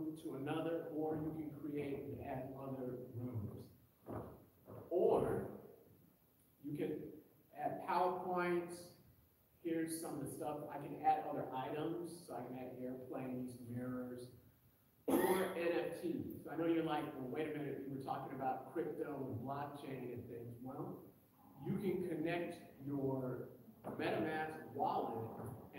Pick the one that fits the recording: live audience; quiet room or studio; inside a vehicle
live audience